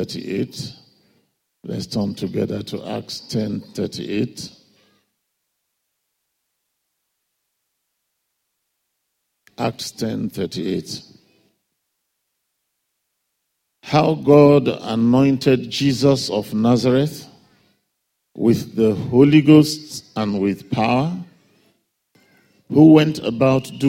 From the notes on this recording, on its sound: Father’s day Sunday Service message. A guest minister to RCCG – Fountain of Love, Aberdeen, UK.